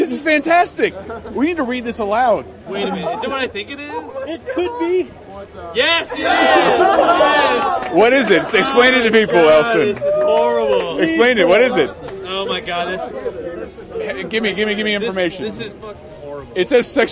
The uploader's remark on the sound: LIVE from Boston’s PAX East 2012 extravaganza!